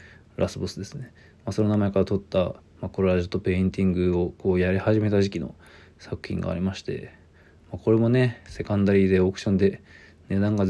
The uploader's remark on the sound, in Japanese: ボイスメモです。